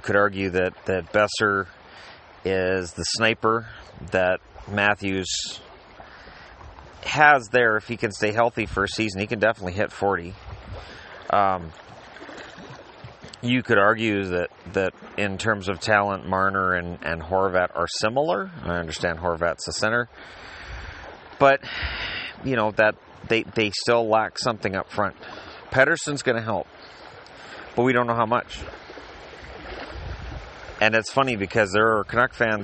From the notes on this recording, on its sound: I figured one last podcast from the lake might be fun, so I started recording.